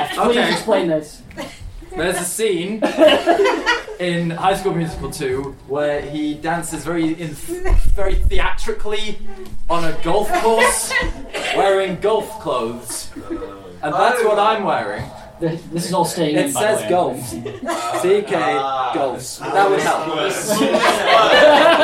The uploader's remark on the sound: A Live Podcast Spooktacular! - Edinburgh Horror Festival 2019. A recording of our second night of our four show run at the Bansheee Labyrinth as part of the Edinburgh Horror Festival 2019.